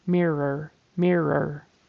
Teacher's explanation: There's definitely an R sound at the end. Mirror. So your tongue goes back.